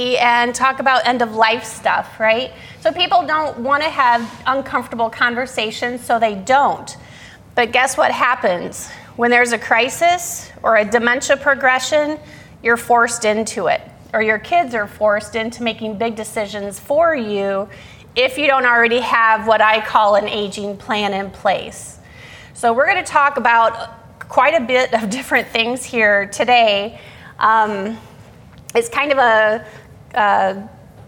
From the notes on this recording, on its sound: Today's podcast is a session that was recorded from our Alzheimer's and Dementia seminar held here at McGregor Baptist Church on February 19th, 2022.